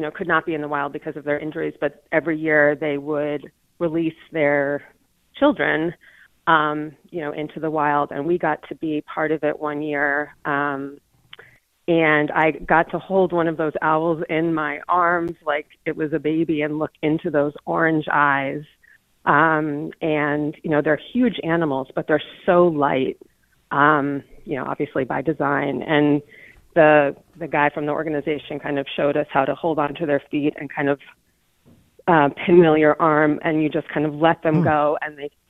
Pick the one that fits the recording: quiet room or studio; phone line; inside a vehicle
phone line